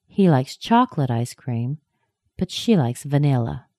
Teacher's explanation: I stressed chocolate and vanilla because I'm contrasting them against one another.